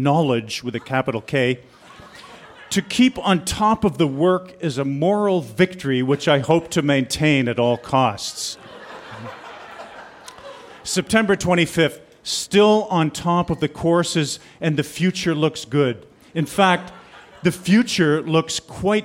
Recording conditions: busy venue